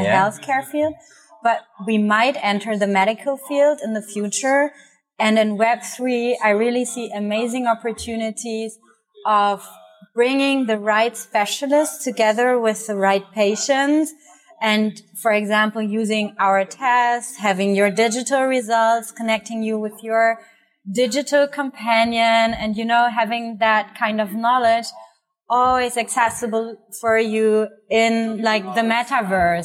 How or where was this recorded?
busy venue